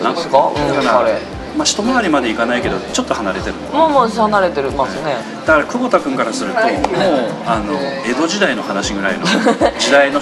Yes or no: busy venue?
yes